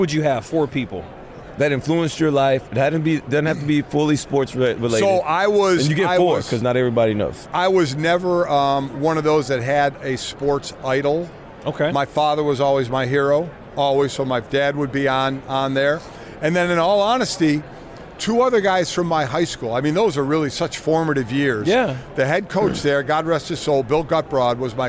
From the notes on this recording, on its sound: live from radio row for Super Bowl LVII